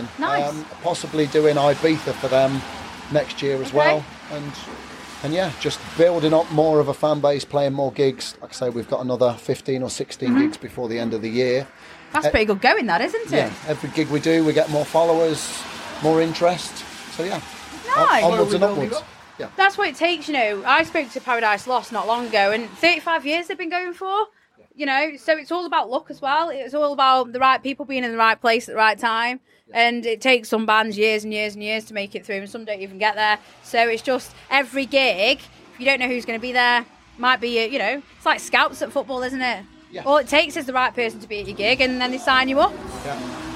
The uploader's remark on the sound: I travelled all the way to The Victoria Bikers Pub for Sav Fest. After a logistic nightmare we had to take refuge in the doorway of the venue which was the quietest place I could find to interview especially as it was torrential rain outside!